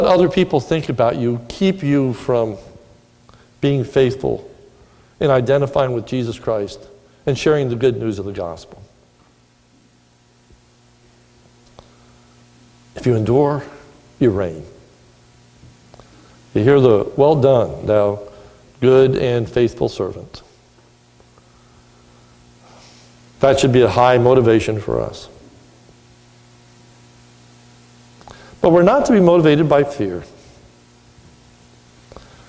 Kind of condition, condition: setting, large echoing room